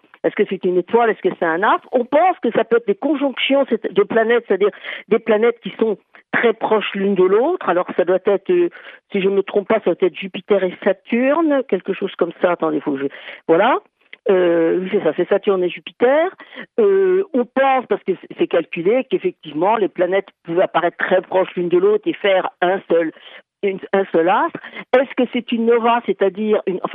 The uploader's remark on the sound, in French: par téléphone